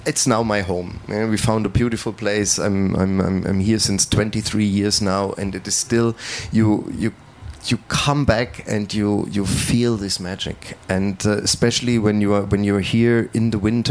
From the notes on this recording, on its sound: Podcasts recorded at the International Music Summit in Ibiza. LIVE from IMS. This is final part of our series of podcasts recorded at the International Music Summit in Ibiza , better known as IMS.